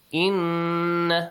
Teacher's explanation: إن الذين كفروا، نون مشدد، must be pronounced with a nasal sound. إن، and stretch the sound for two counts.